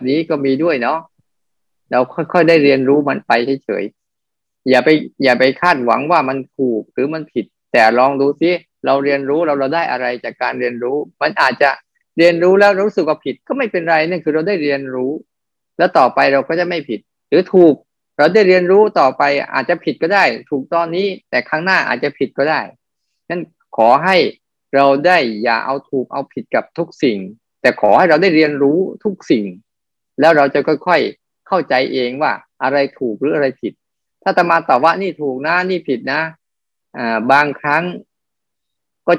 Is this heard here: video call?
yes